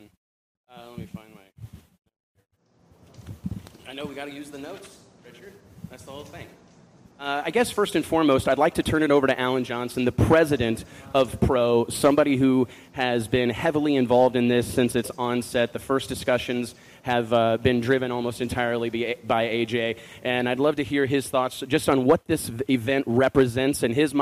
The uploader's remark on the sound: PRO Superstar Shootout Press Conference replay. The biggest names in motorsports gathered at the FloSports headquarters in Austin, TX to announce the historic PRO Superstar Shootout.